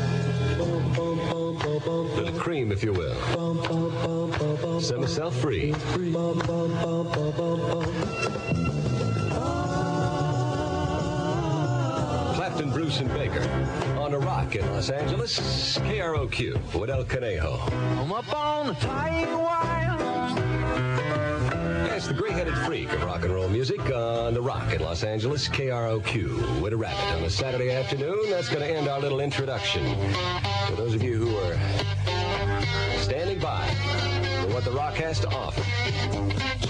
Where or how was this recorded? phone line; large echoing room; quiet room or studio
phone line